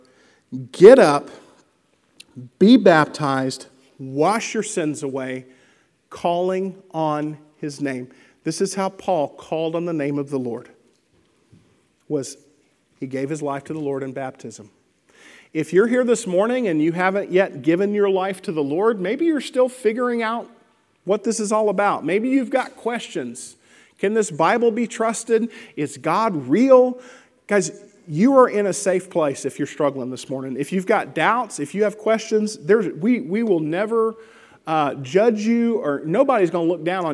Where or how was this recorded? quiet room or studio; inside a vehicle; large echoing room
large echoing room